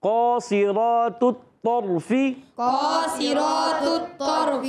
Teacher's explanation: قاف موٹا، صاد بھی موٹا، را بھی، پھر آگے یہ تا چھوڑ کے آگے تو، یہ بھی موٹا.